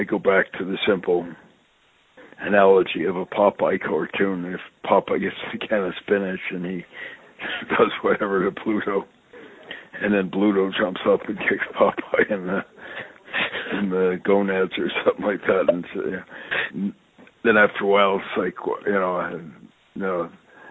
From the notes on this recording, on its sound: I sit down on the phone with my friend